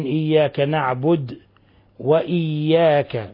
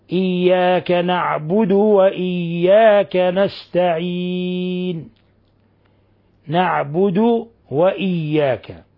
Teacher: ومن الأخطاء تسكين الدال لوجود واو متحرك بعدها · Shown in: first take